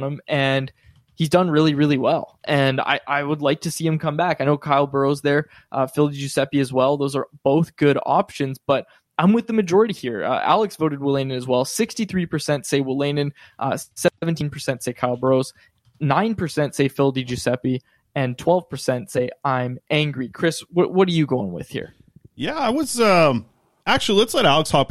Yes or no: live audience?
no